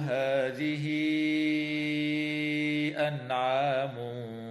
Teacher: هاء الضمير في قوله تعالى هذه أنعام وقعت بين حرفين متحركين، فحكمها الصلة بياء لفظية تمد حال الوصل كالمد المنفصل أي بمقدار 4 أو 5 حركات، ويسمى بمد الصلة الكبرى.